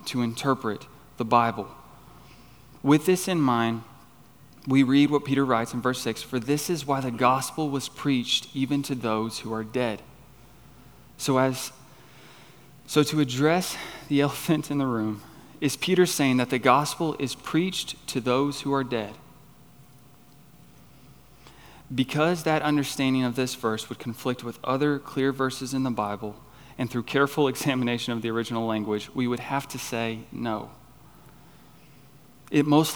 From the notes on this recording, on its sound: on the evening of September 3, 2023, at Chaffee Crossing Baptist Church in Barling, AR.